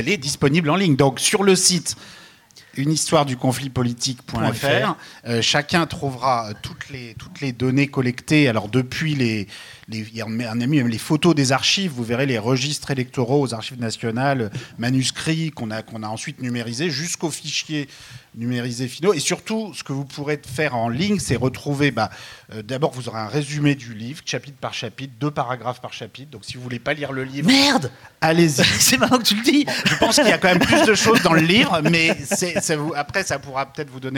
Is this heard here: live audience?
yes